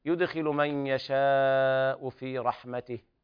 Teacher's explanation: لابد من بيان البحة في الحاء